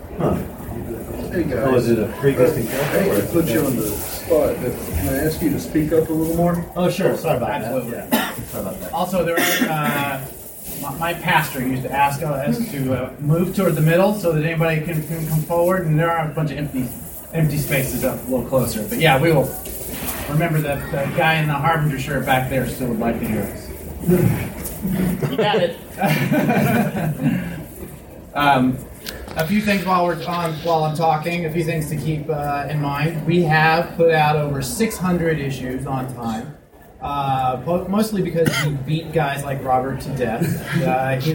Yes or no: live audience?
yes